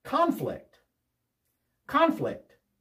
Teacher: The first syllable is stressed. Conflict is a noun.